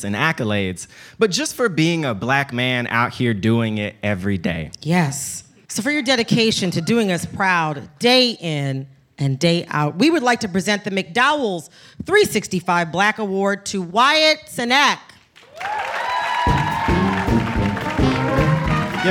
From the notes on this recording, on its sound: Onstage at their recent live show in Brooklyn.